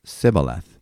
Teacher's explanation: Ephraimites were not able to pronounce the sh sound, as in shoe. Their pronunciation would sound like Sibboleth.